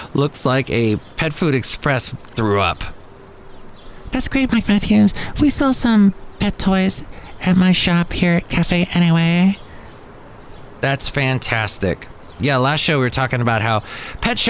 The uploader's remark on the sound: podcast live from Cafe Anyway